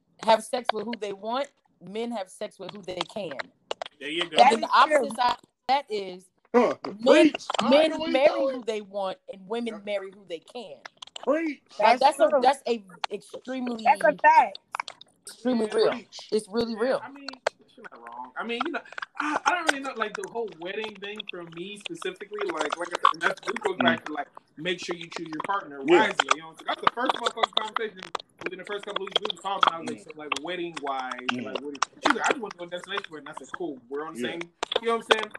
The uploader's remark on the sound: Sorry About The Background Noise.